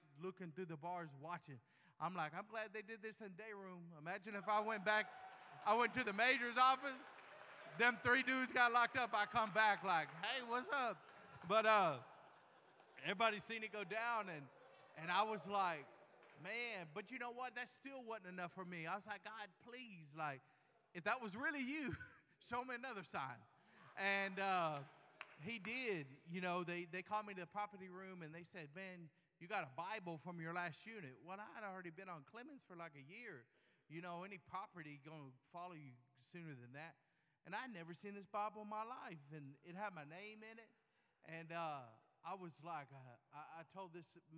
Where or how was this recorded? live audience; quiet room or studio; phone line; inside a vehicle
live audience